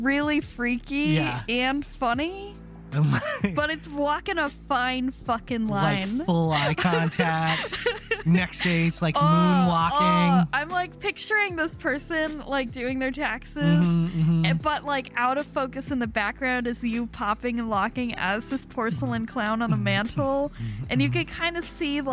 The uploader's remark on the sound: Sometimes, it’s just kinda hard to talk in the car.